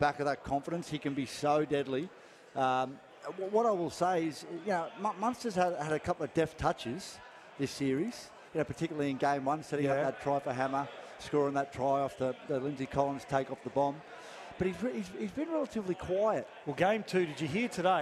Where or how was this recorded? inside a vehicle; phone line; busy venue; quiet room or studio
busy venue